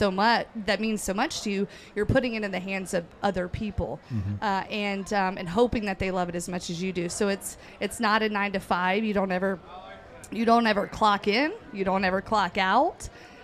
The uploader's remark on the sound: Live at The Jack